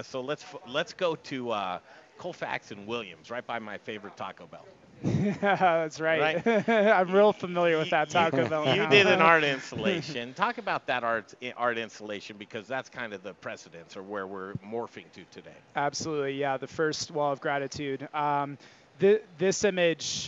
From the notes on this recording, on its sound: Live from Il Posto Italian Restaurant!